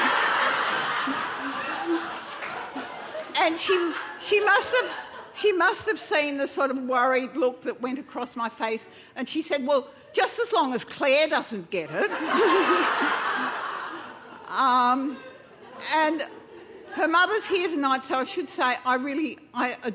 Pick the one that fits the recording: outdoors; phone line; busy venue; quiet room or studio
busy venue